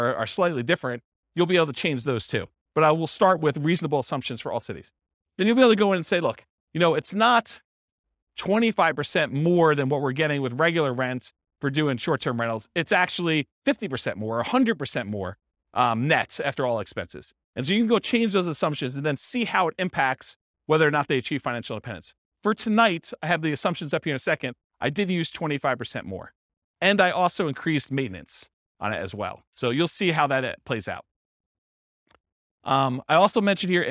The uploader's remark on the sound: This was a live class recorded